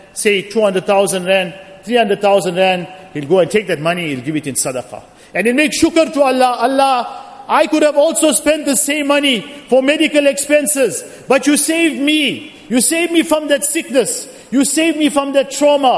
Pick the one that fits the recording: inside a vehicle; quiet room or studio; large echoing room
large echoing room